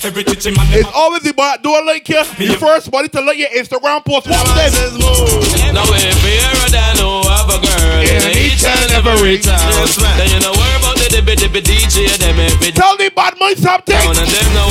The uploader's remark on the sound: LIVE AUDIO FROM RUSH - BEACH PARTY 06.